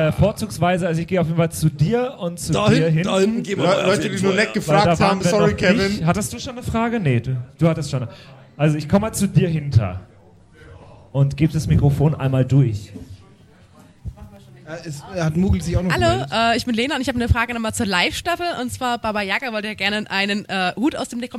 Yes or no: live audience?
yes